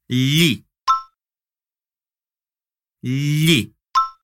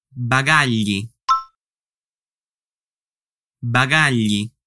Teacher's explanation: Perceba que toda a minha língua toca o céu da boca, não é li, é li, li. · Term: LH